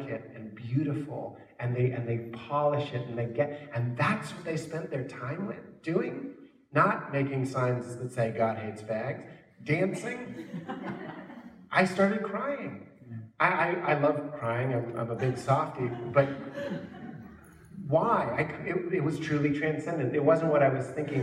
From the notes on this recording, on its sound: Live on stage for conversation.